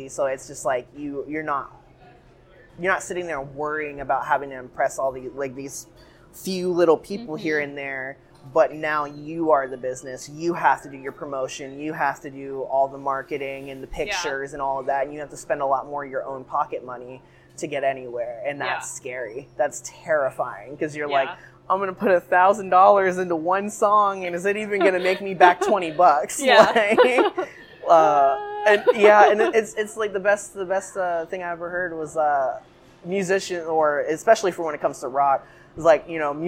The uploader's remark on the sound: Don't mind the coffee shop noises. This conversation happened to have some coffee grinding and doors squeaks as sound effects to add to the experience!